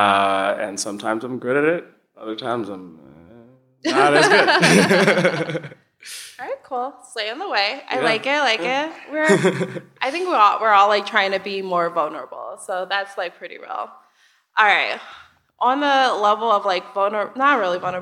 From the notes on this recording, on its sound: UnLearned did a live show! Thank you to the Chicago Podcast Festival for having us.